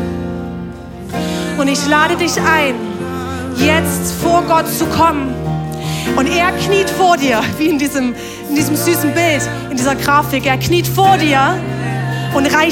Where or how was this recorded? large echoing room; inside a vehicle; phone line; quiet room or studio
large echoing room